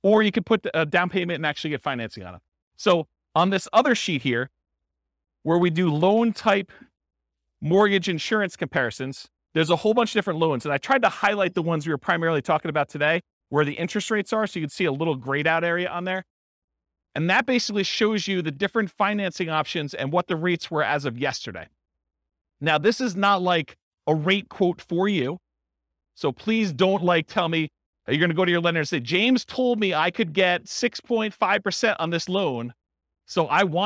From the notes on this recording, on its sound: This was a live class recorded.